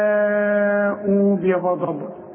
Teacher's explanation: لازم تمدلي الكلمة دي او هذا الحرف اربع حركات لان المد والهمزة في كلمة واحدة